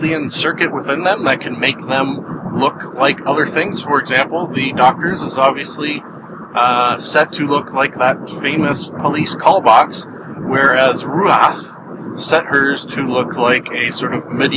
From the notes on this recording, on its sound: I drive to work and record a podcast